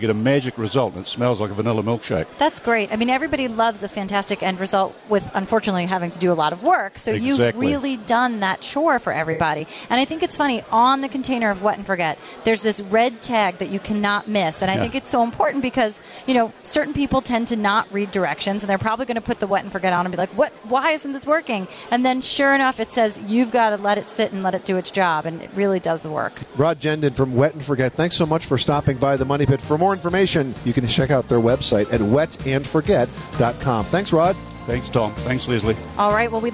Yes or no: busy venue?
yes